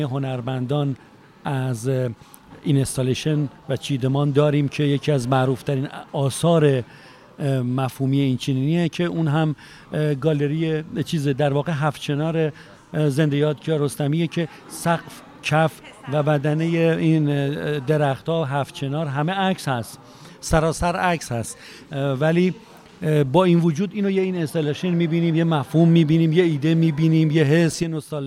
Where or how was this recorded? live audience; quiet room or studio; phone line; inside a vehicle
live audience